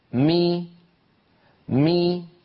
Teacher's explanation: فبتباعد الشفتين خرجت الميم وبانخفاض الفك السفلي قليلا وارتفاع وسط اللسان قليلا خرجت كسرة الميم. إذن في الحرف المتحرك عملان، تباعد طرفي عضو النطق وأصل الحركة ومخرج أصل الحركة، ألفا إن كان الحرف مفتوحا، وواوا إن كان الحرف مضموما، وياء إن كان الحرف مكسورا.